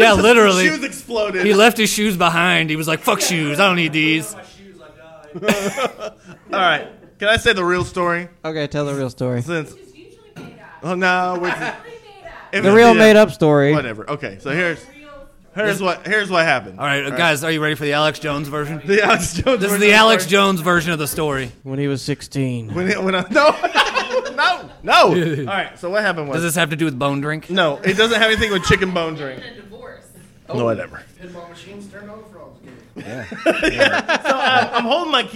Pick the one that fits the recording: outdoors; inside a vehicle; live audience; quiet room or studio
live audience